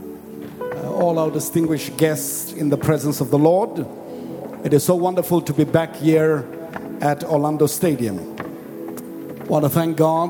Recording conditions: live audience